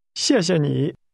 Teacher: the word for you is pronounced with a falling, rising tone.